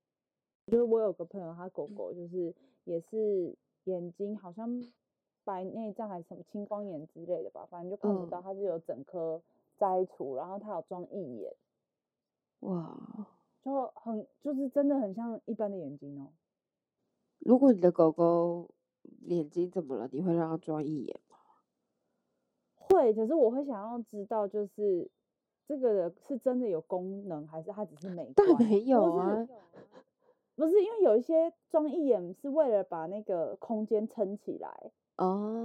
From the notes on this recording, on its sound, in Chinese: 這裡已經變成錄音的小小懺悔室了，這次聲音還是沒有很好，有很多回音跟炸音，我們還是會持續的研究到底要怎麼遠距離錄音ＱＱ。